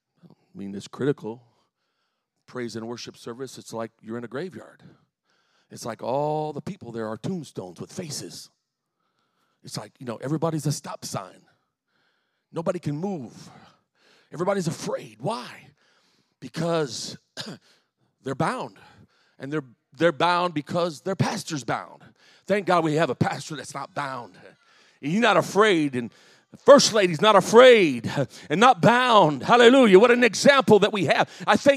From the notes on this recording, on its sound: The following is a full sermon I delivered recently at my home church in Harvey, IL.